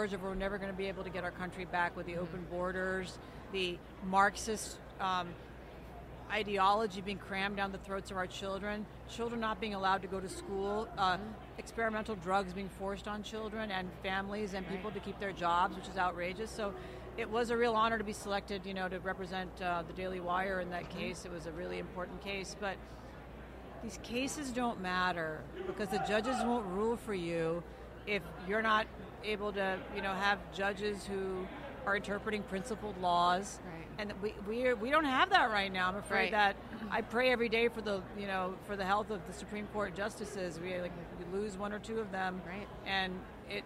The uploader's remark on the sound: The Unity Project What’s UP? Podcast at AmFest